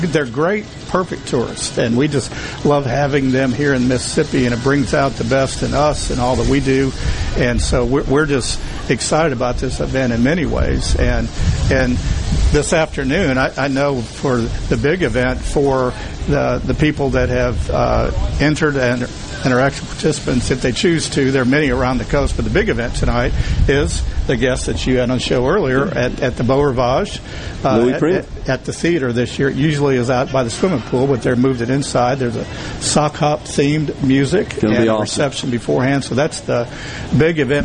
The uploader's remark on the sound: LIVE from the Biloxi Town Green for the 25th Anniversary of Cruisin' the Coast